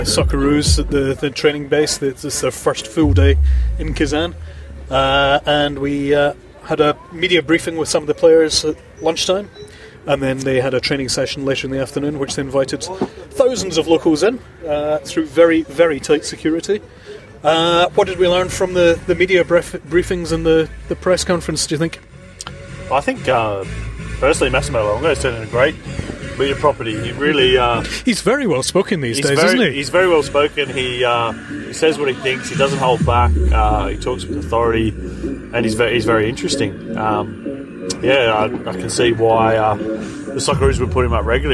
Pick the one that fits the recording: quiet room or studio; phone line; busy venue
busy venue